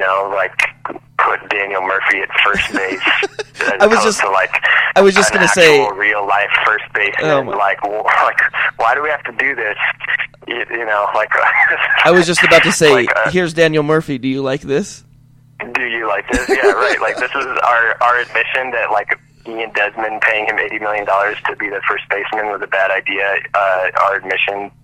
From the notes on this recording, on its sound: We did this one on the phone and I swear to you I got it to sound as decent as humanly possible.